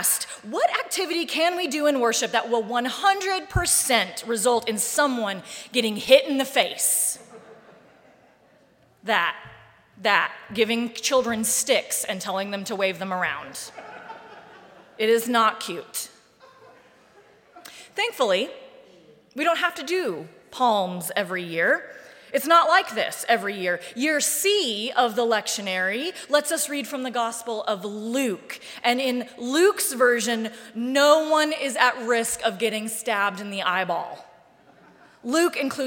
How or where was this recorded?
large echoing room